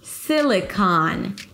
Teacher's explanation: Primary stress on the first syllable. Sili. And then it's the ahs and father.